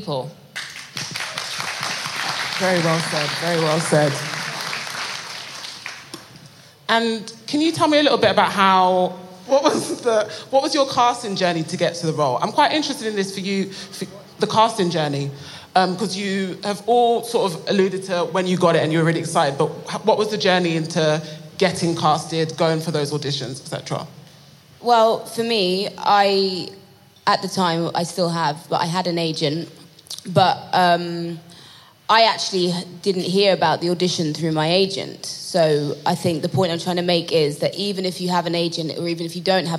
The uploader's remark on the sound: A live recording from Top Boy Live, a day of talks and workshops supporting the next generation of British talent in film, TV, music and beyond.